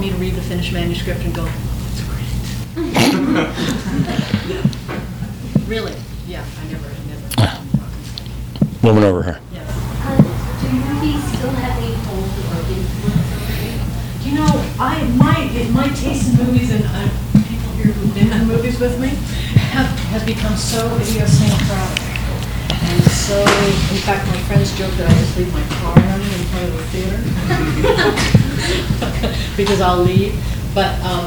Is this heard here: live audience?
yes